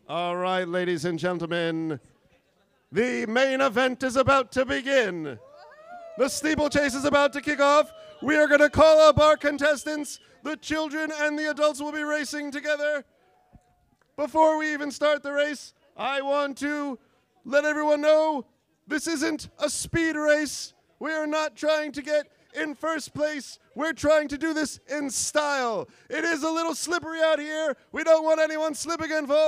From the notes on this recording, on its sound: Live from Woodhaven, Queens at the "Goodfellas" bar.